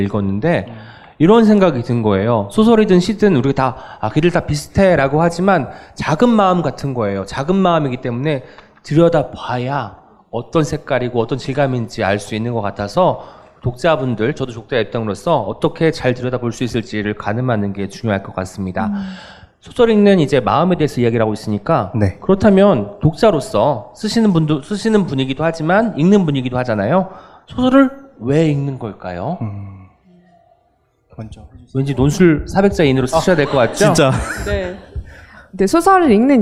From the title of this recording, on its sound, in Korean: 젊은작가 공개방송 2부